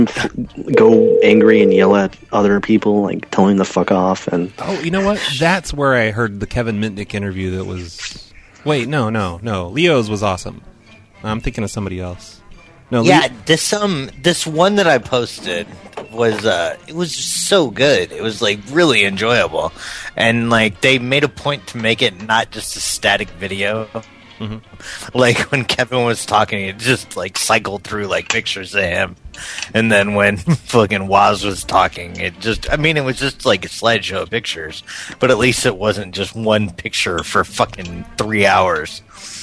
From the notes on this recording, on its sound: Prank Phone Calls.